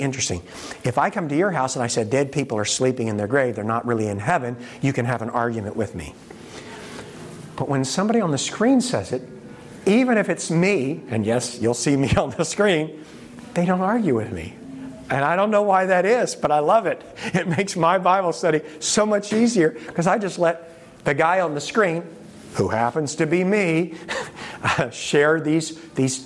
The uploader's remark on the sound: In this presentation from the 2023 Propel Conference